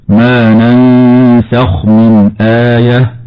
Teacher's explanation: النون الثانية ساكنة وبعدها سين، فحكمها الإخفاء الحقيقي مع الغنة المرققة